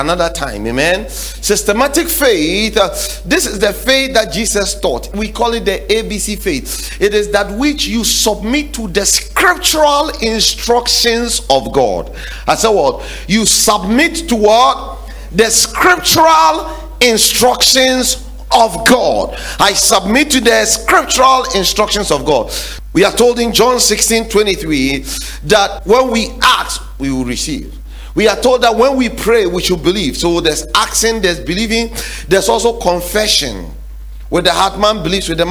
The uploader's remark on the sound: sermon series preached at The Faithlife Church, Ghana-Tema Community 3 Site